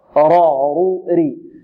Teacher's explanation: والراء مفتوحة والمضمومة مفخمة والمكسورة مرققة